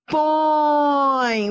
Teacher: Vai da vogal, que é o som forte, para o som fraco da semivogal. · Term: Ditongo decrescente